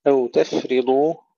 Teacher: الفاء فيها همس أيضا وليس فيها قلقلة